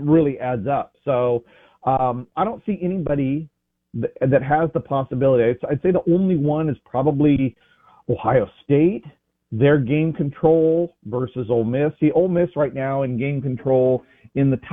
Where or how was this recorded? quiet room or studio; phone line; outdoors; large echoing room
phone line